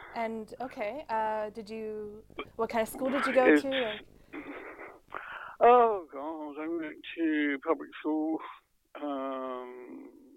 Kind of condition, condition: link, phone line